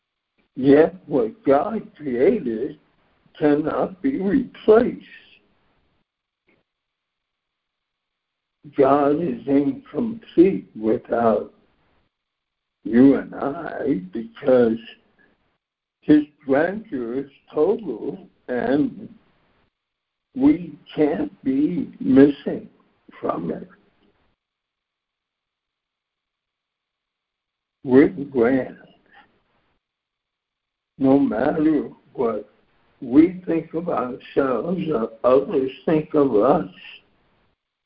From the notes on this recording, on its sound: ACIM Daily Conference Call